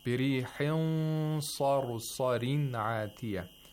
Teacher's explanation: The sad has tafkhim at the second highest level.